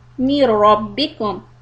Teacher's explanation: The mir part is soft and then the ra fatha is heavy. Mir rabbikum wa la tattabi'u min ikhfa, soft.